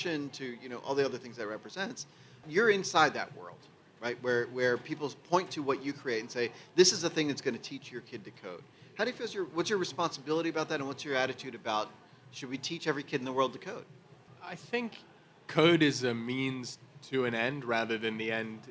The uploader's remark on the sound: Live from the Google Assistant Playground at the Consumer Electronics Show (CES) in Las Vegas.